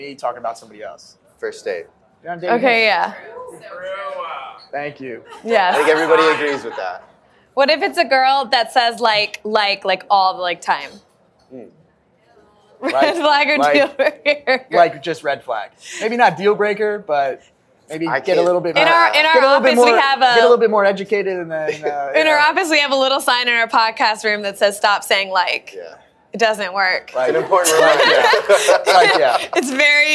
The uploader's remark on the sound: Recorded Live From Xfinity Reality Week In South Beach Miami. Immediately following the “Bachelor” season 23 premiere.